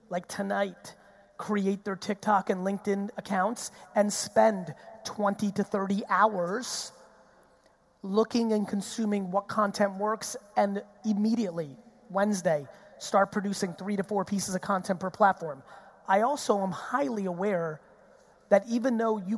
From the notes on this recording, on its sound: Melbourne 2019 Keynote. This episode is a fire keynote I did in Melbourne a few weeks ago.